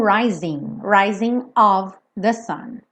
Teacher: um G numa palavra com ING não é pronunciada. São pouquíssimos sotaques no mundo que pronunciam esse G.